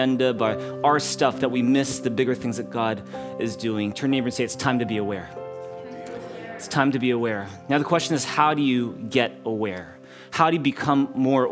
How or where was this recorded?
large echoing room